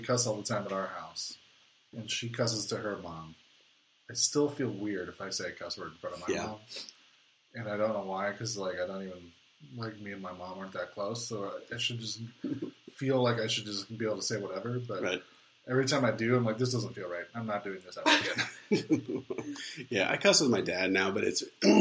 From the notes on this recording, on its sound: Please forgive audio quality this episode. We screwed up.